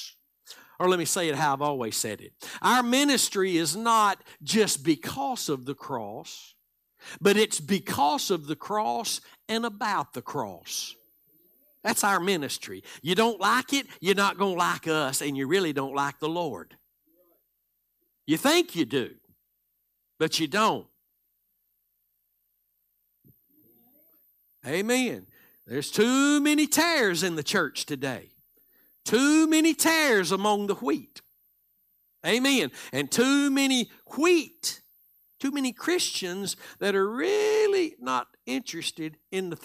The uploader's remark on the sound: Live Sunday Morning Service